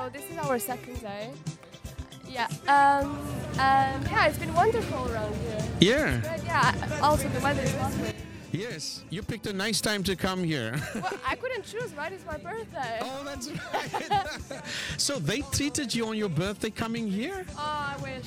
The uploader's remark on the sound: On 9 September at the Hornstulls Marknad in Stockholm. On 9 September at the Hornstulls Marknad in Stockholm.